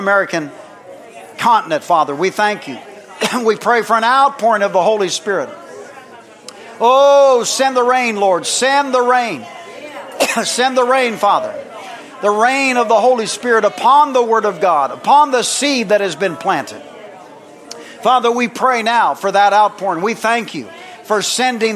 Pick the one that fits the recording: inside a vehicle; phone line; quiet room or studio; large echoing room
large echoing room